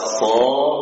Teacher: Berikutnya suad, dia mahmusah, maknanya dia rikhwah, dia musta'liyah, suara naik ke atas, dia mudhaqah, suara tertahan, fiha shadhir, padanya ada sifat shadhir, sehingga dibaca shadh, dia tebal suaranya karena suara naik ke atas turun lagi membawa gemah memenuhi ruangan mulut, itulah yang menyebabkan tebal suara, itu yang disebut dengan talqin.